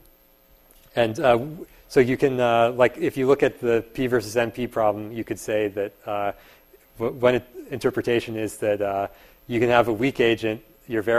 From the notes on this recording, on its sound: Part of a series of public lectures at Berkeley this spring.